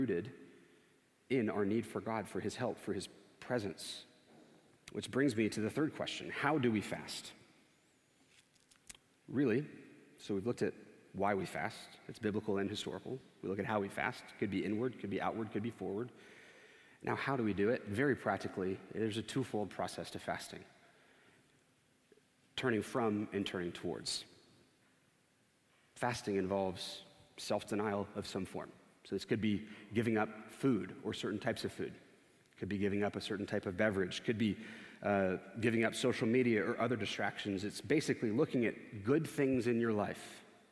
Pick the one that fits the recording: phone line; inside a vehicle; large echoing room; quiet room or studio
large echoing room